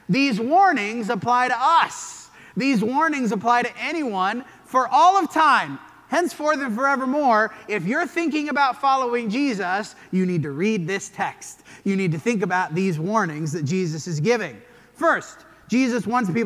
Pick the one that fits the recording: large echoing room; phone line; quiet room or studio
large echoing room